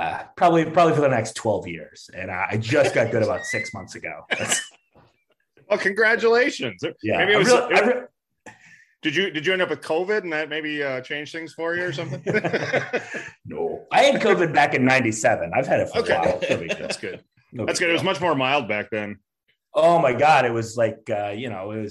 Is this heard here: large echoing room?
no